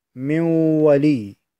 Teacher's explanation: تحول النون الساكنة إلى واو، ثم تدغم، أي النون الساكنة تدغم في الواو فتكون مولي، هكذا تقرأ.